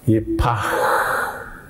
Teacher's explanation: that's a long, breathed out sound, an outgoing, long, drawn out sound. Yipach. And that contains such a sense of dynamic. · Term: het